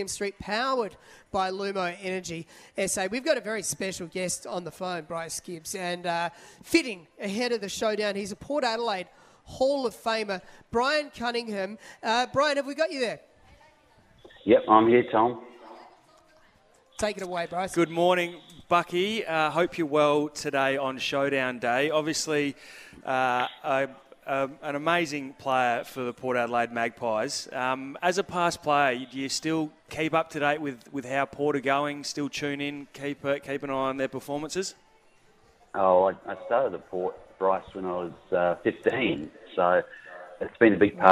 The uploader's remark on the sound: on location against this morning at Harbor Town for Solitaire Auto